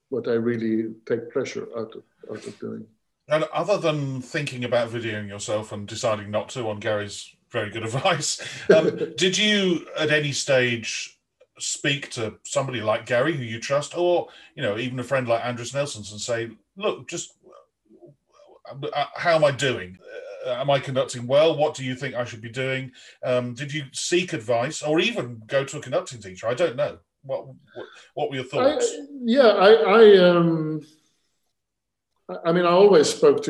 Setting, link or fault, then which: link, video call